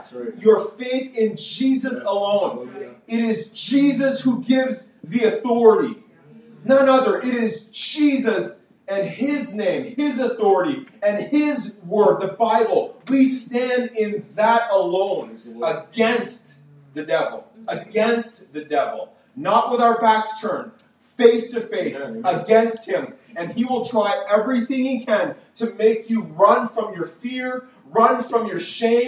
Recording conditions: poor sound quality